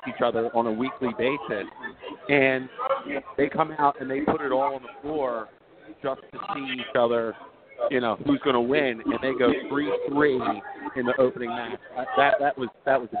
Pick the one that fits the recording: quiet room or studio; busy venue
busy venue